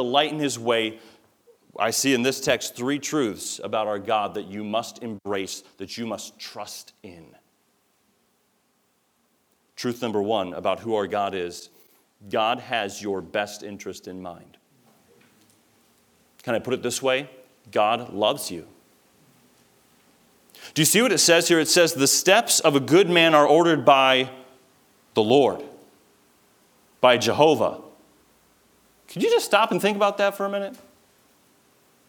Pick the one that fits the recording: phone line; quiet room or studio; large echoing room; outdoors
large echoing room